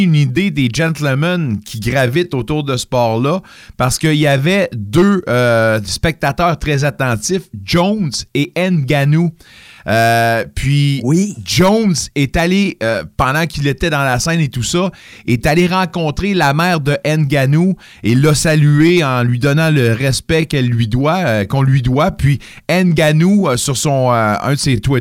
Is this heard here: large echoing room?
no